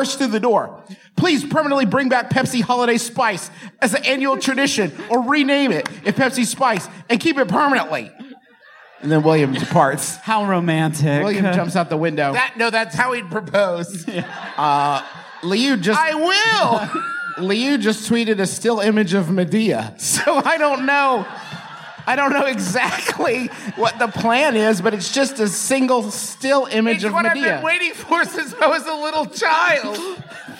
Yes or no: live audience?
yes